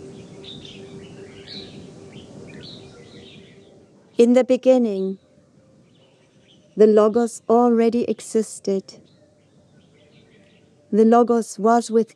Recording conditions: sounds in the background